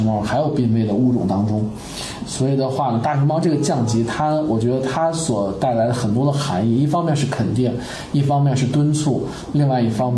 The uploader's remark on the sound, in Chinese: 本期节目为在张大妈办公区用录音笔录制，可能有街道上的杂音，请见谅。